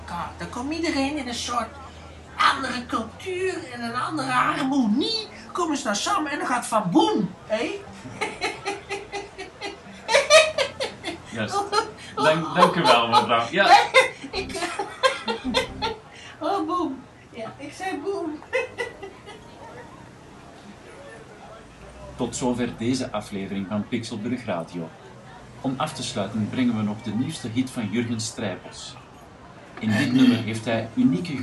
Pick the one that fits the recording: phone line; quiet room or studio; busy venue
busy venue